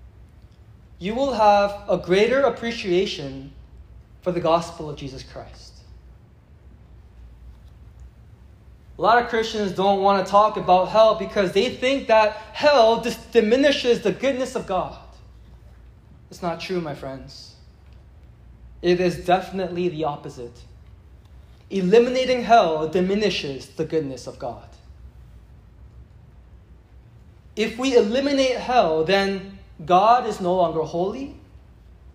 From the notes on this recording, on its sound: It was preached at a gathering of university and college students.